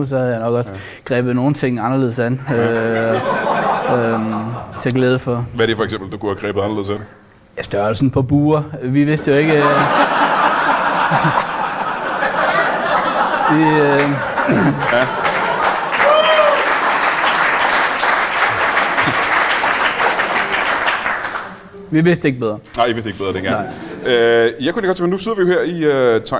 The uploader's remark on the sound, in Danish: LIVE fra Penyllan Brewery Bornholm.